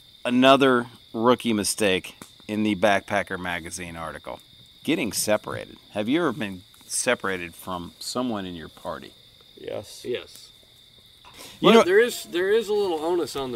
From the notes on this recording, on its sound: from the mountains surrounding Lake Burton to sit fireside